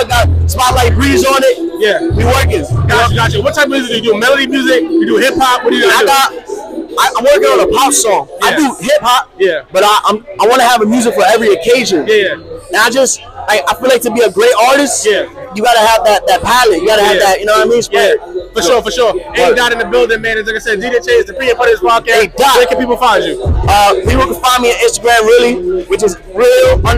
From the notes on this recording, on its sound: live at the Military Grind Ten Tape Concert